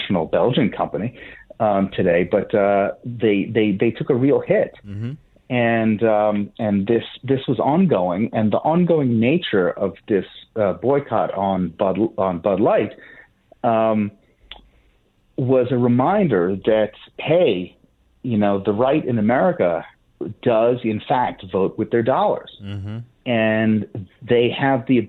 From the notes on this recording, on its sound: joins the show by phone